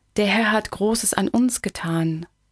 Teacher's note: Une ligne hachurée par l'attaque glottale des voyelles initiales et par l'émission très soufflée des H